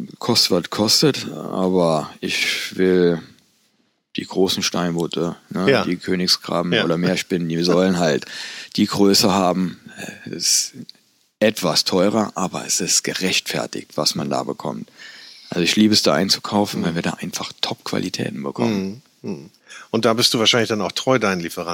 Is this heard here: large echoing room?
no